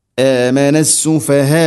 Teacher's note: ഇനി അവിടെ നീട്ടി നിർത്തുന്ന സമയത്ത് ഹംസയുടെ ഉച്ചാരണം പ്രത്യേകം ശ്രദ്ധിക്കണം. ആമനസ്സുഫഹ വളരെ നേരിയ തോതിലാണ് ഹംസ, അഥവാ കൽക്കലയൊന്നും വരാതെ കൃത്യമായിട്ട് ഉച്ചരിക്കണം.